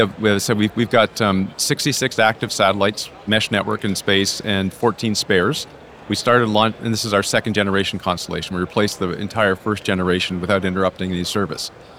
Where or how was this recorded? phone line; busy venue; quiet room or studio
busy venue